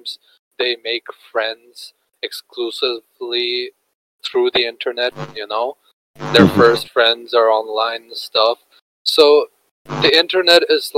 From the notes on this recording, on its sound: the outcome is pretty bad due to technical difficulties